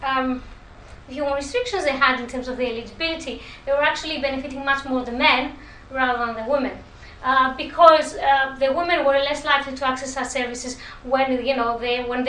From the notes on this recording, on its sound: Speaks at SRHE International Research and Researchers Network Event - Gendering Academic Mobility: International Perspectives.